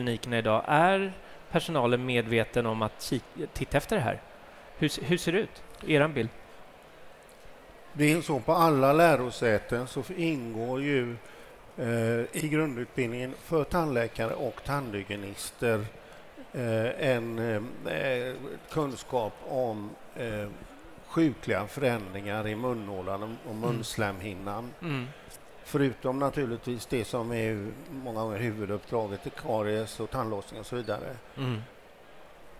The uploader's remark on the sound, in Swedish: Live från Tandläkarmässan. Live från scenen på Swedish Dental Expo.